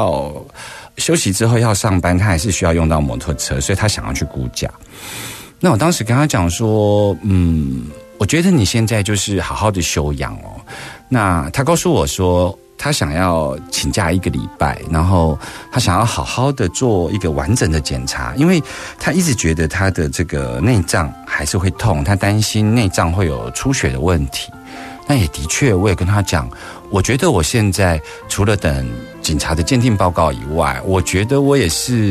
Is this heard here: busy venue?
no